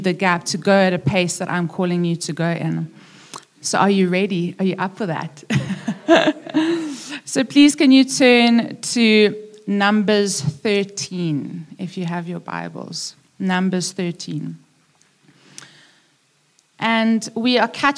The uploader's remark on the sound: preached at Upper Room Church on the 12th of September 2021